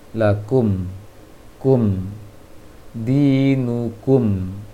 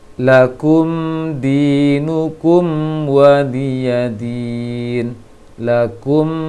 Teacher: Yang berhak dimonyongkan adalah ku-nya, masuk ke mim sukunnya, bibir normal untuk tutupnya.